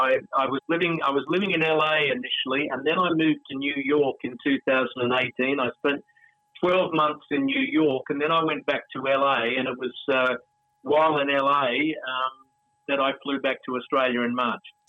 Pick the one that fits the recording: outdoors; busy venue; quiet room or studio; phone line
phone line